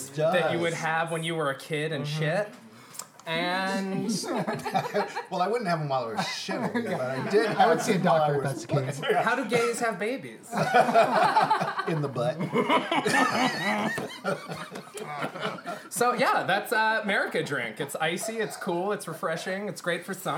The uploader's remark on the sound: It’s a full house as the whole gang is here. As well as our first studio audience.